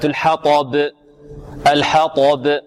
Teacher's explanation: الطاء الآن مفخمة والباء مرققة وماذا؟ قلقلة وترقيق